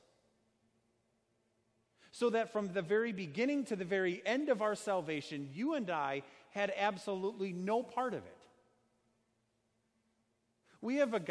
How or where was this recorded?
large echoing room